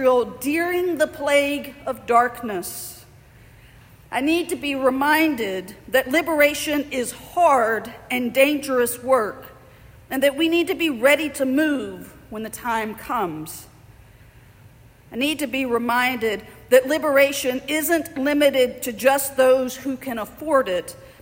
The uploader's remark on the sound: Andrew's Birmingham as they resumed inside, in person (physically distanced) worship this morning. The recording is from the morning service at St.